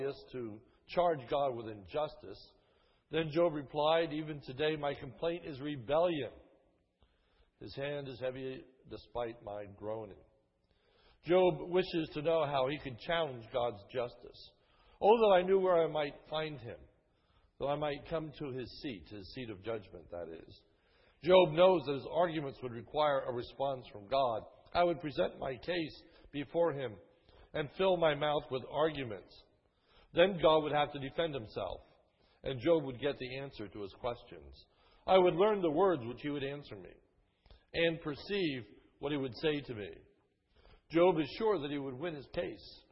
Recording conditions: large echoing room